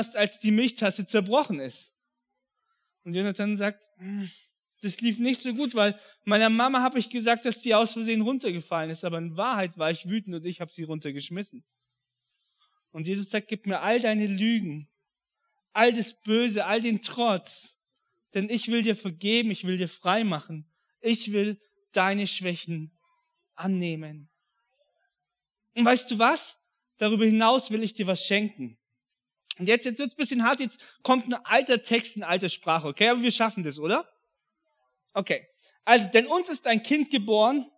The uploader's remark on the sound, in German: an Heiligabend 2022 in der Life Church Ansbach